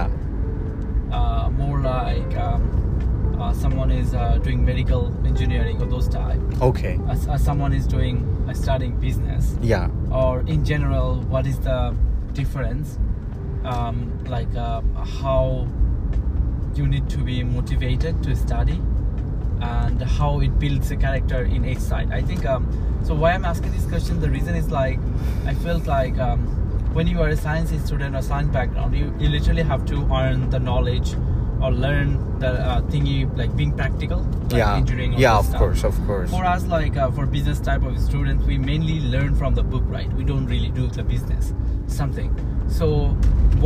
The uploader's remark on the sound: Was discussing about university life with my friend while driving.